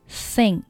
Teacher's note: 上下齿要轻轻地触碰舌尖，这里它是一个轻辅音，声带是不用震动的。你听到的这个声音不是通过我、声带震动发音出来的，而是气流声，是我口腔当中牙齿和舌头的缝隙当中流出来的一个气流声。那怎么产生出的这个气流声呢？这就需要你注意上下齿是轻触舌尖，轻轻的触碰舌尖，要留一点缝隙。如果你死死的咬住舌尖的话，这个时候呢根本就没有没有气流产生，所以呢也没有气流声。好，所以这边是 think. · Term: 咬舌音